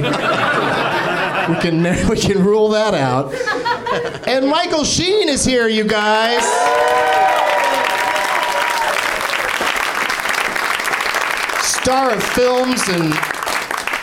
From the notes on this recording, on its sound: Live from the NerdMelt Showroom in LA